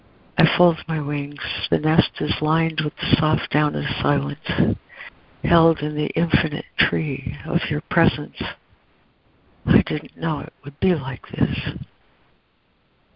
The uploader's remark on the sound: ACIM Daily Conference Call.